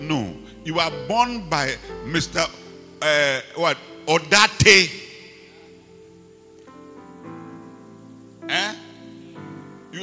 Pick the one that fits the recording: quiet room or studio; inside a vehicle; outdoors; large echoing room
large echoing room